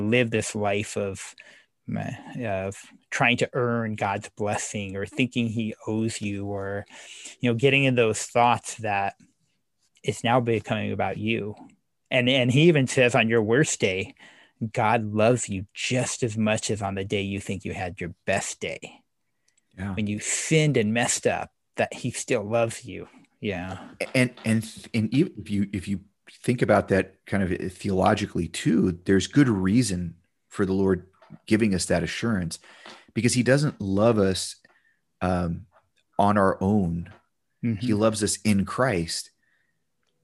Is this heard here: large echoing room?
no